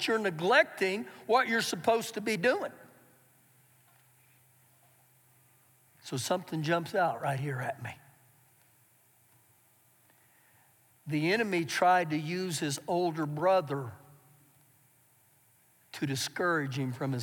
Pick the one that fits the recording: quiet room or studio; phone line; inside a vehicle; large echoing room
large echoing room